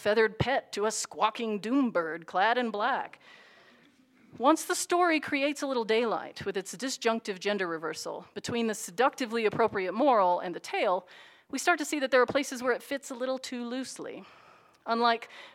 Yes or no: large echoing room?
yes